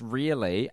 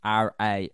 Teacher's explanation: You pronounce them differently, but in Kiwi, we say them the same, like it's a homophone.